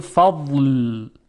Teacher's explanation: صدای ضاد یک مقداری، البته خیلی اندک، امتداد داره، یعنی کشیده میشه، و این زمانی است که کناره زبان یعنی حافت اللسان به کناره دندانهای آسیای بالا برخورد میکنه و در کنار اون قرار میگیره که در این زمان بسیار کوتاه صدای ضاد هم یک امتداد بسیار کوتاهی خواهد داشت. · Term: استطاله